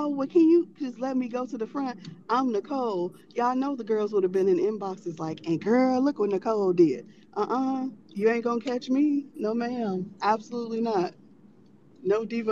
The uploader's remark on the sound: This is a recorded Twitter Space